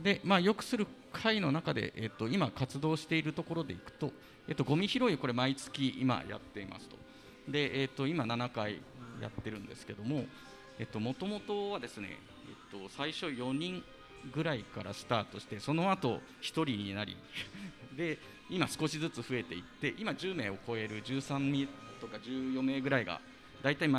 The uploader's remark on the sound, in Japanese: ちはやをよくする会1周年記念 初の公開収録！